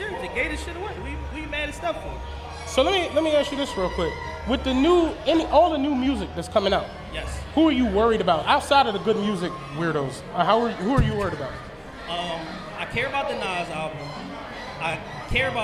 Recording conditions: live audience